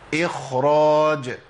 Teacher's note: قرأ الخاء في هذه الكلمة بتفخيم أعلى